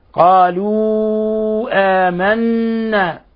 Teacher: آمنا حرف غنة مشدد يغن مقدار حركتين